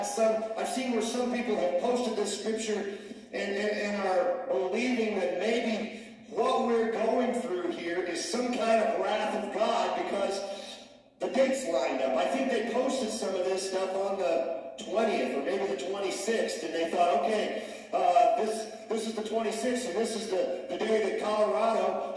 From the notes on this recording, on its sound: Sound issues week #2 of shut down.